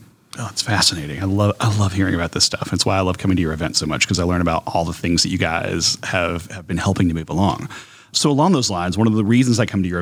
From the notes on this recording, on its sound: This episode was recorded at BIO on the BAYOU, the annual symposium in New Orleans showcasing academic science, biotech, and startups from the entire Gulf South region.